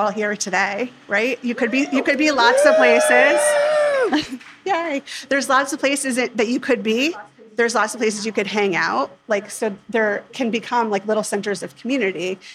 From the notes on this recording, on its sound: Plus, we’ve got a room full of beer lovers with us at this live taping at Right Proper’s Brookland location.